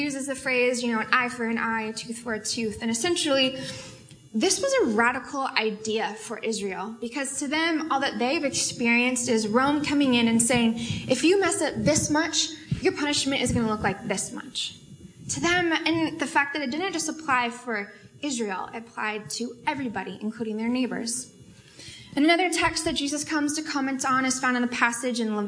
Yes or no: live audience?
yes